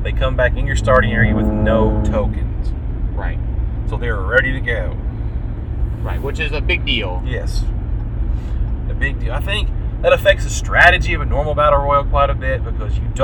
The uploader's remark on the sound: Note this EP was recorded in a moving vehicle, audio was the best we could do.